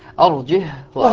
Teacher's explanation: يقرآن بترك الهمز وإسكان الهاء. ترك الهمز أرجه وأخاه.